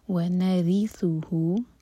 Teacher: را کے نیچے کسرا ہے تو را باریک پڑھا جائے گا تو صرف زبان کی ٹپ یوز کریں گے. ونرثه، اور یہاں پر سین نہیں پڑھنا، سا ہے.